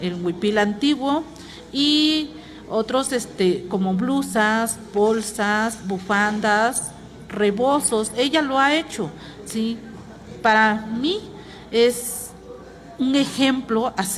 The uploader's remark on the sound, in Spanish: totalmente en vivo desde el Complejo Cultural Los Pinos donde se lleva a cabo #Original2023 Encuentro de Arte Textil Mexicano